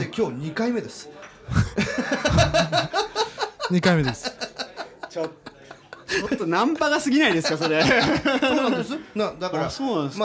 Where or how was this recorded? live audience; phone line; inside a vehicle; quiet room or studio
live audience